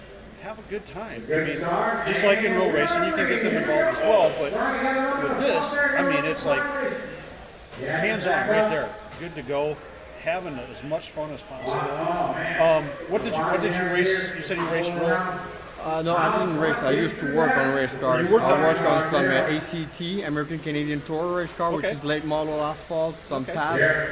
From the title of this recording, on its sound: Live from the RC Chili Bowl